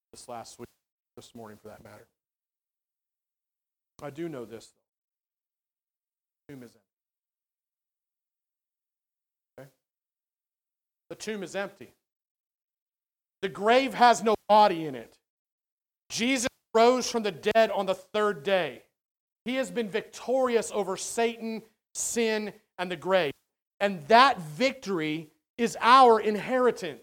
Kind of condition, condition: setting, large echoing room